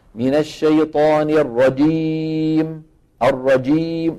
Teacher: وبعض إخواننا مشان يجيبوها شديدة يستعملون مع وسط اللسان طرف اللسان، فبتطلع بيطلع معهم الصوت في شيء من الدال